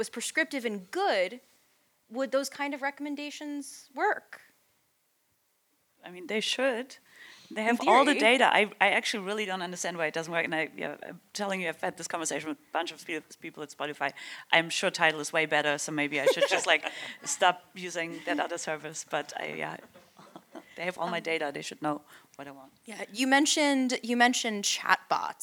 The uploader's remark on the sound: One of the hottest sessions from the 2023 Music Tectonics Conference. If you weren't with us in Santa Monica.